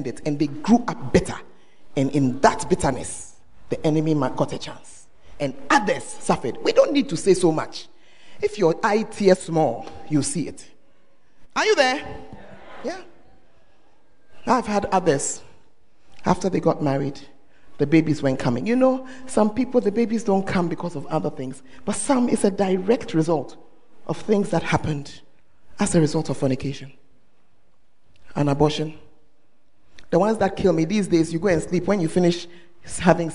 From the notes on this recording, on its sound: Preached at First Love Center, Ayeduase (Gathering Service)